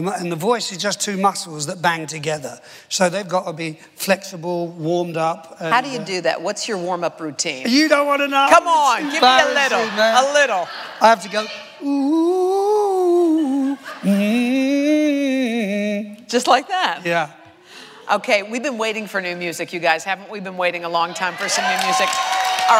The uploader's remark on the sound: Recorded on October 29, 2015 in front of a live audience. In front of a live audience at New York's 92nd Street Y.